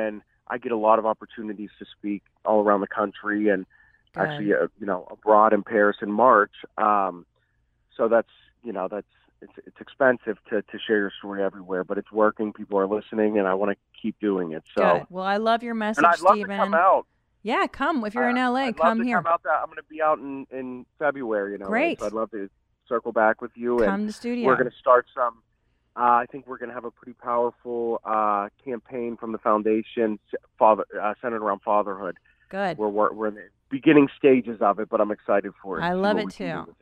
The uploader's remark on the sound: has a few guests via phone